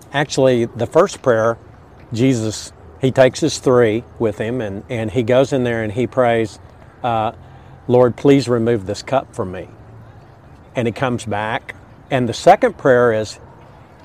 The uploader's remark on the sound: we recorded on location at the AFSP Out Of The Darkness walk